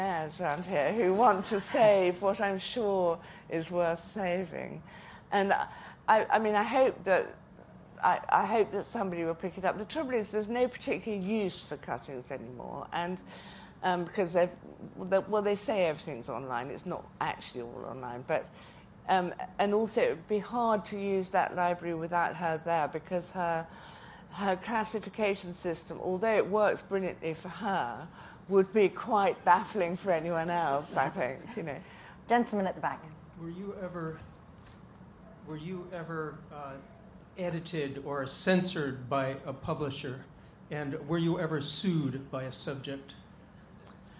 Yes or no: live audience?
yes